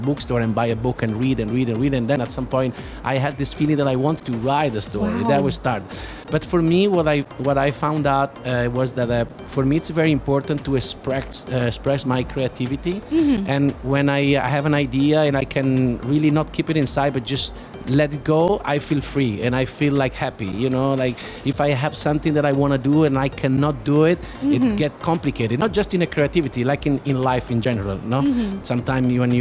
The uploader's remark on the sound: Live from SIBF 2022